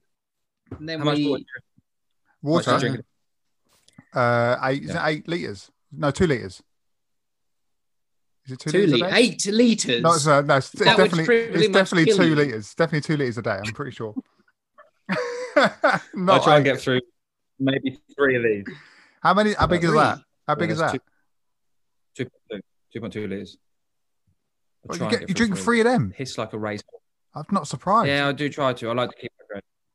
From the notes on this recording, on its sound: Forgive some of the audio quality this was over a zoom chat.